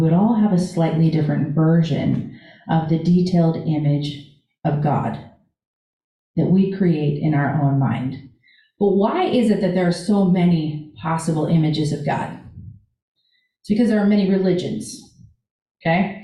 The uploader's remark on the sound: This Sunday Live In Our Sanctuary.